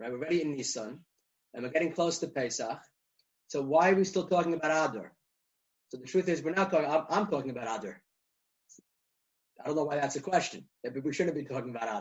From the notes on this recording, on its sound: Recorded ZOOM conference.